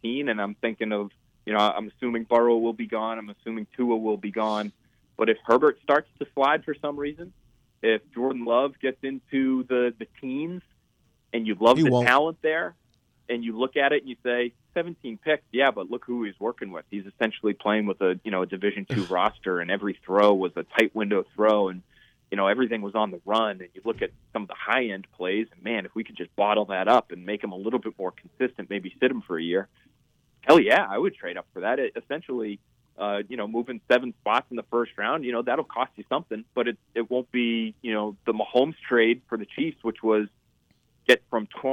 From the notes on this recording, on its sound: joined on the phone by NBC Sports Boston reporter